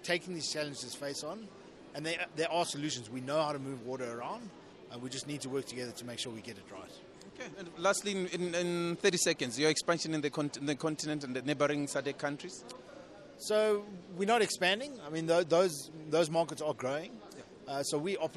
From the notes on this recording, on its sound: Speaking on the margins of the 5th South Africa Investment Conference in Johannesberg